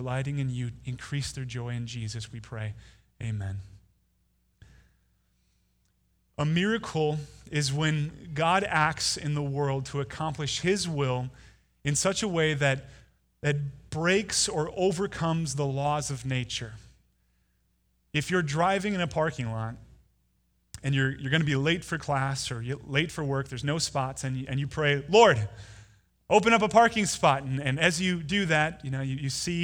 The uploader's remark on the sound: Delivered Sunday, November 17, 2019 at Woodridge Community Church (New Berlin, WI).